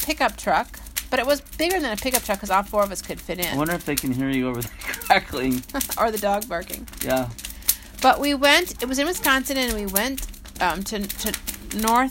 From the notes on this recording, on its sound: Live From Our Backyard. Sorry if the sound quality isn't that great.